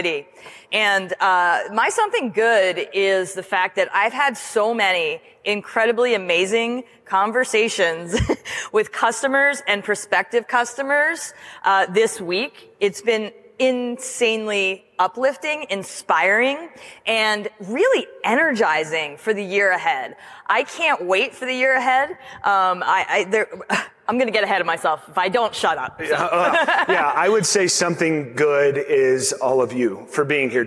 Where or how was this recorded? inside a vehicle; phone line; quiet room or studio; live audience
live audience